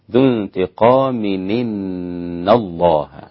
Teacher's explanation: في قوله تبارك وتعالى عزيز ذو انتقام، إن هذا هو النقل، بننقل حركة الهمزة إلى الساكن قبلها، نقل حركة الهمزة اللي هي الكسرة إلى الساكن قبلها اللي هو التنوين